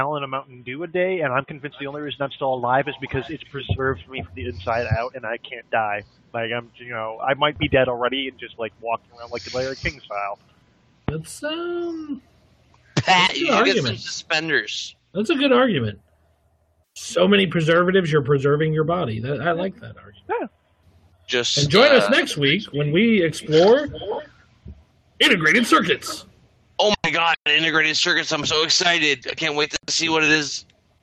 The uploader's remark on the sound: Apologies in advance for the quality!